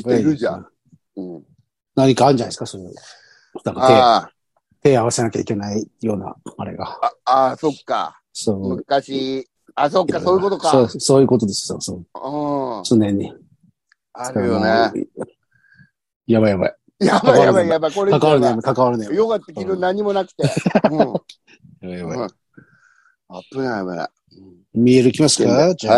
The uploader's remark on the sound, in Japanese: ZOOMで収録